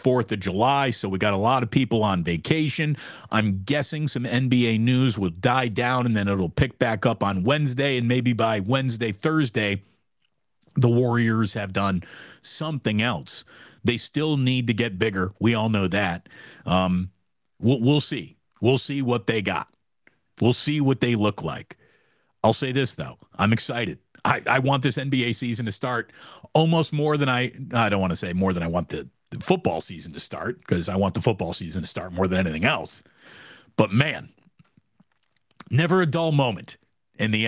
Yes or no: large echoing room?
no